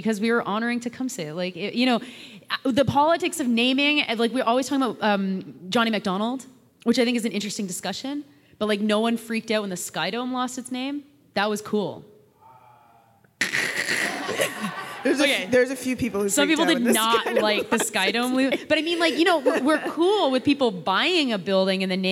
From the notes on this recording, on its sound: live show in Toronto, the audience exchange continues.